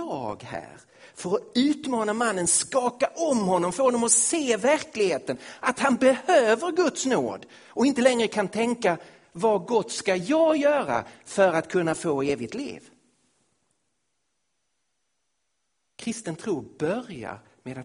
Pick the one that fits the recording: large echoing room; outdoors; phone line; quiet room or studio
large echoing room